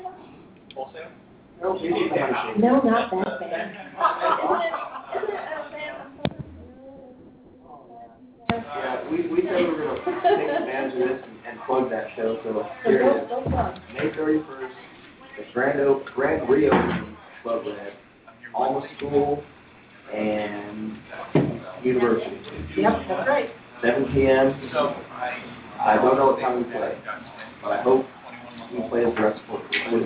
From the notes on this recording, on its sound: LIVE from the Ice House. Live radio... Internet broadcasting LIVE Remote.